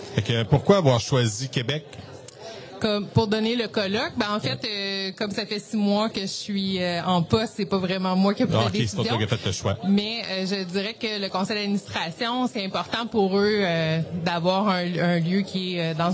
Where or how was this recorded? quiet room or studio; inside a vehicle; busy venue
busy venue